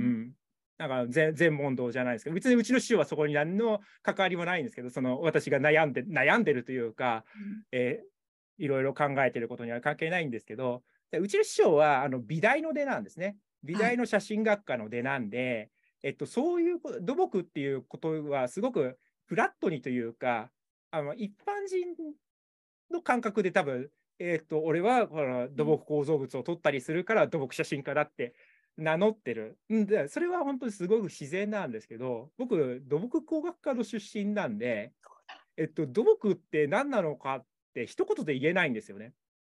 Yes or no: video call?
yes